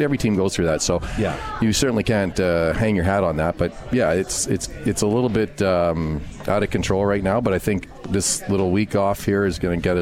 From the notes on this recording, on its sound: Comets Insider live from Swifty's.